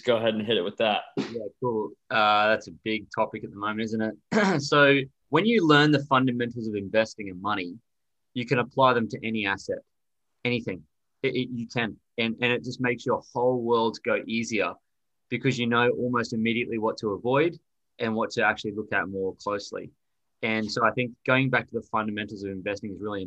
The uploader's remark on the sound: monthly Zoom calls where he answers questions from people in his network, social media or listeners of his podcast